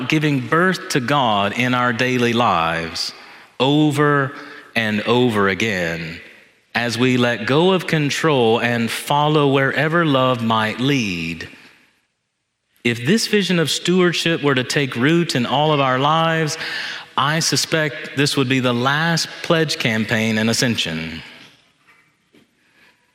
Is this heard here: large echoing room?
yes